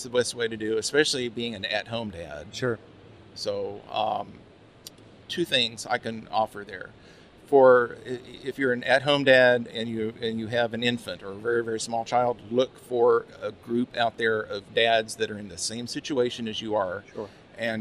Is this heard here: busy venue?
yes